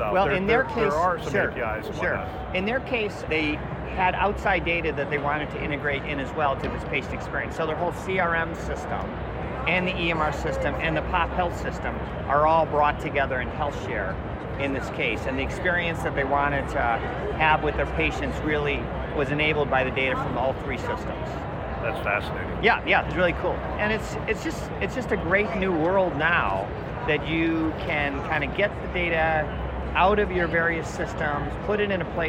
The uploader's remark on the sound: Interview in Action live from HLTH